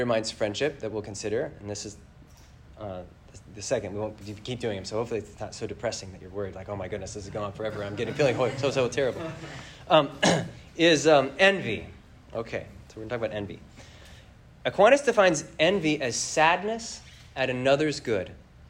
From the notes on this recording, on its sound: This lecture was given on September 24th, 2023, at the Massachusetts Institute of Technology.